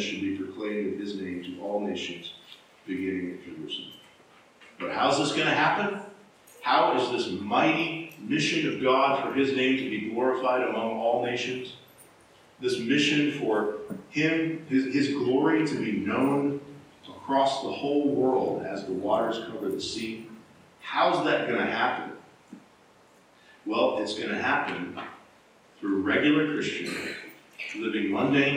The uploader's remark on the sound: Low Quality Audio. We apologize for the low audio quality of this recording.